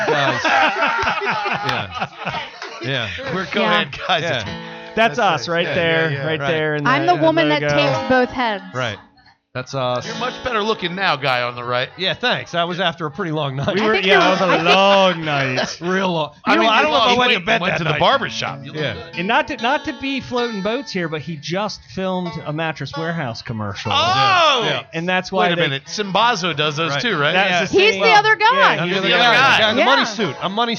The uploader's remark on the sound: Live from Celtic Hope, home of Kelly's Dream!